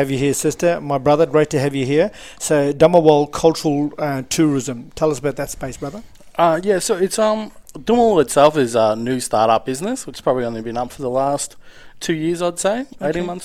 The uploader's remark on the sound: at the ICS Services – Employment Business Training Conference 18 – 20 September 2023